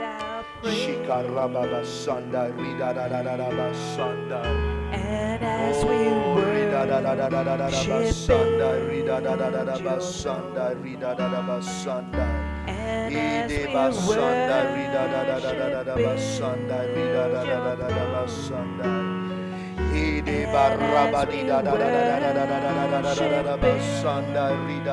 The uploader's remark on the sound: A message preached during our Tuesday service.